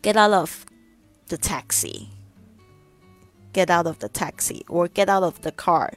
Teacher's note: F 的发音虽然在这边是 F，但是呢，它的发音是 V 这个声音